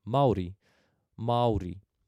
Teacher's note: There are 2 consonants that we need to be mindful about when pronouncing them, and that is the R and the T. So the R is rolled gently. It's not a violent roll of the R, it is a gentle roll.